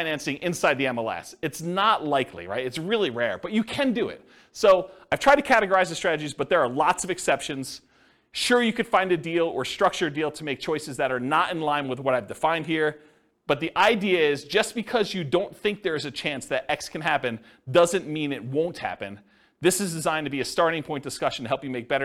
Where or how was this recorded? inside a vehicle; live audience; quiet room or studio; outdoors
live audience